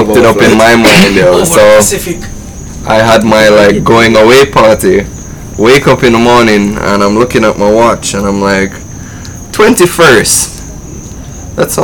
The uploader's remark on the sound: I left the Mics a little loud this week, adjust your volumes lol.